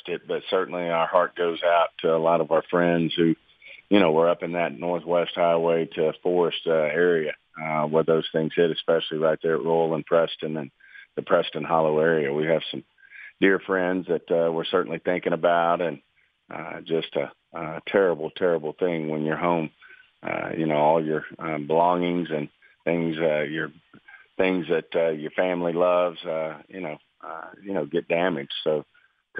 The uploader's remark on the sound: called